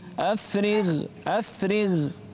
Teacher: الغين هني ساكنة لكن ما قبلها مكسور فتكون في أدنى مراتب أو من أدنى مراتب التفخيم